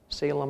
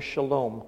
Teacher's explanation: Lots of times they interchange the S sound for the SH sound.